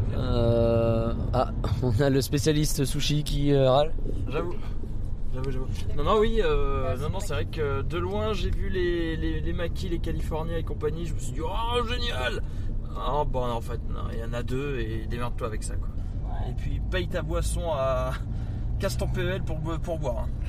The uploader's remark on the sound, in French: Reportage DEPUIS Phantasialand